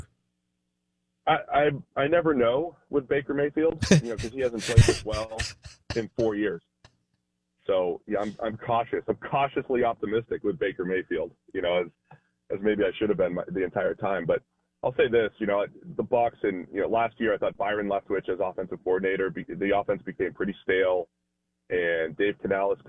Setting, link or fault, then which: link, phone line